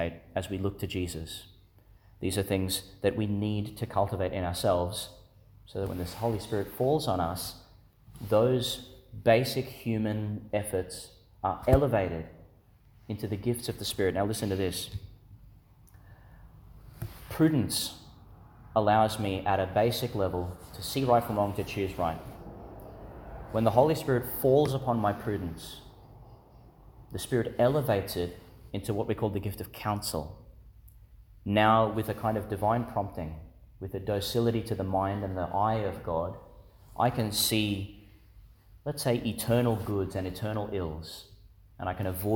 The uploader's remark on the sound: Homily for Pentecost Sunday, delivered in St Agnes Church, Agnes Waters, Qld.